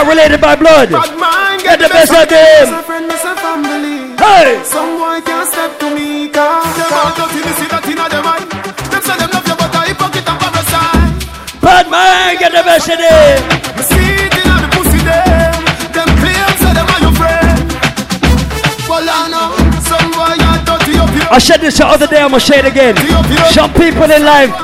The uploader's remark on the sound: LIVE IN THE BRONX, NYC. Segment from the Tranquility Lounge Round Robin in the Bronx, NY on Wednesday, May 11, 2016.